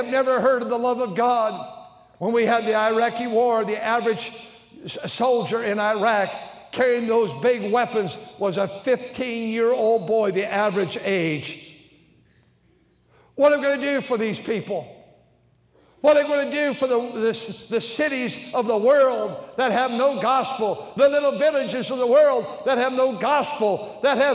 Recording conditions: large echoing room